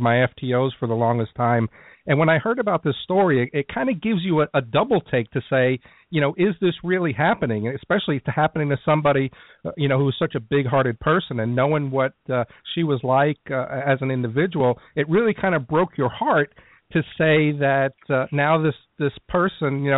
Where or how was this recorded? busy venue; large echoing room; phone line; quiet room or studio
phone line